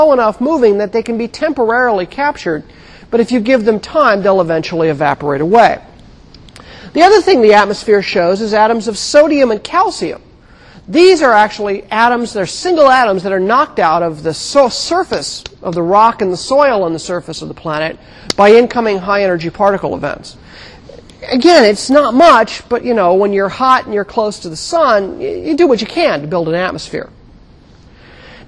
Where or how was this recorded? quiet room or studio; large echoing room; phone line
large echoing room